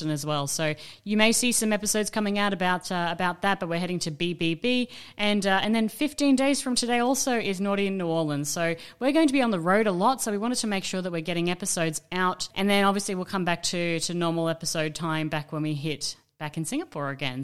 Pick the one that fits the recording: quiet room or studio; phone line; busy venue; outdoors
busy venue